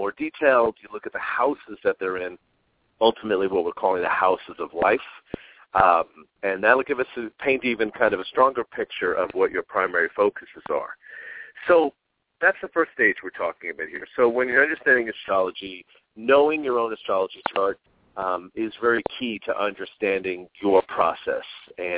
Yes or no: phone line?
yes